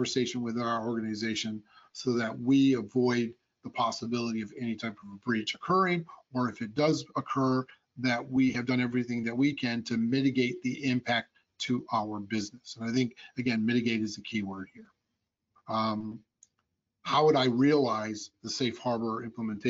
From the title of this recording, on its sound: Audio Version of the Webinar